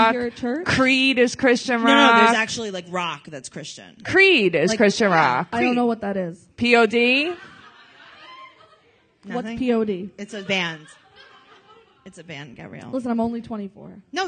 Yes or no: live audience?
yes